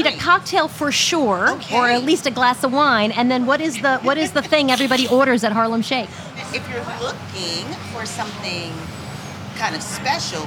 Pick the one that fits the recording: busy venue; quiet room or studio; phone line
busy venue